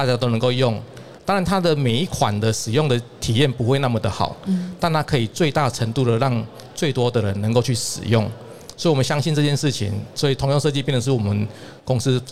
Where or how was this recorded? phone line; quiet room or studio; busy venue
busy venue